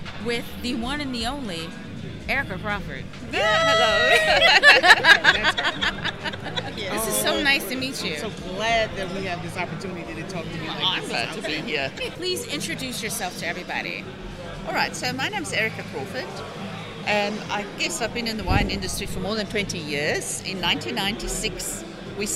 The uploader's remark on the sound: The recording took place at Rake's Progress at The Line Hotel.